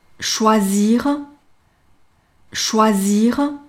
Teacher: 一是哇的开口度要大，哇，元音要发饱满 · IPA: [ʃwazir]